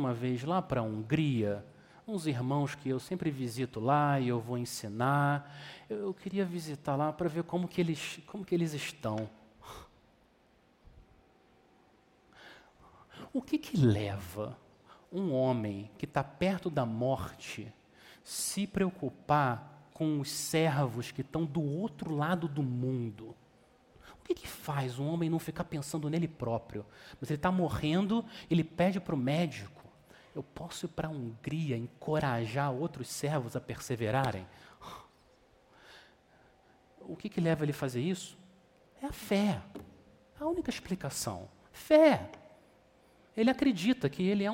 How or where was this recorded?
large echoing room